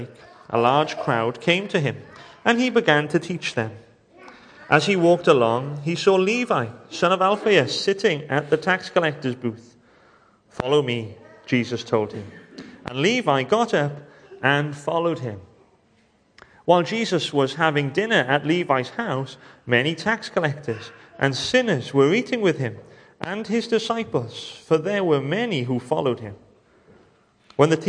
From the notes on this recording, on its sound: welcome to Bethel Evangelical Church in Gorseinon